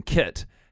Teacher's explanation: The short I sound, as in kit, has centralized toward the schwa sound · Term: shifts in the short front vowels